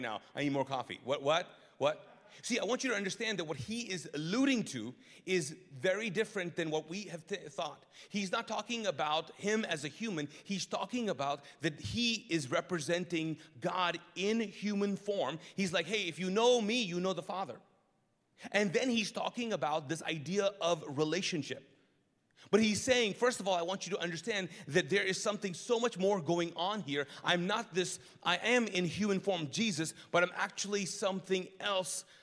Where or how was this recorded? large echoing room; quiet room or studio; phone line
large echoing room